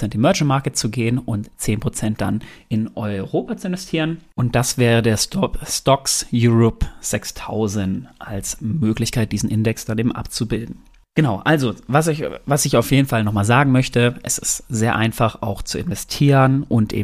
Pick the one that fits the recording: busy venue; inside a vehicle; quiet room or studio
quiet room or studio